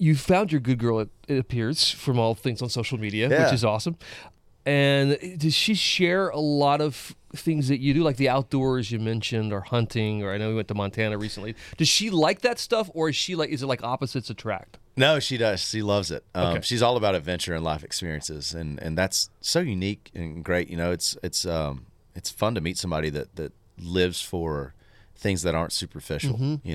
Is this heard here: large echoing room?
no